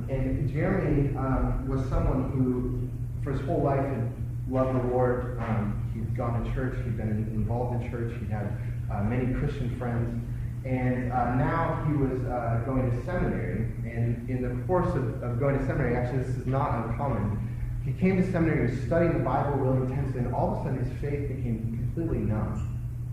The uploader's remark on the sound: We apologize for the poor quality of the recording on this sermon.